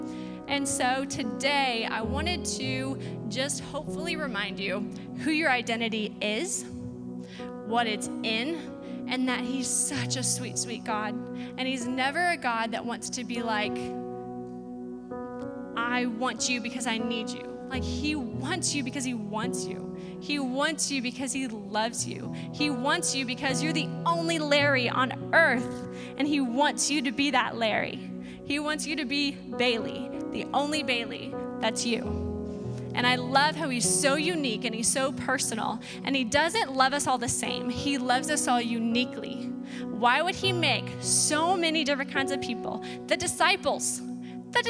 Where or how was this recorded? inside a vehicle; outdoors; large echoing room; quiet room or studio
large echoing room